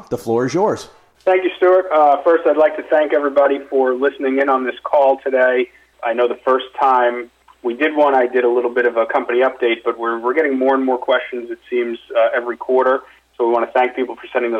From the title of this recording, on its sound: Investor Conference Call